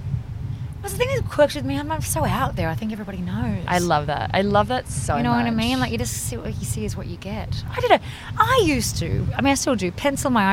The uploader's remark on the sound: Enjoying the soothing sounds of the Caribbean ocean that we left in for your enjoyment, so there’s lots of random chatter and giggles.